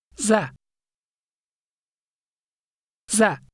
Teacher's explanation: It can appear over any consonant, and it adds a following vowel. It represents the vowel sound a, as in at, but slightly shorter. · Term: Fatha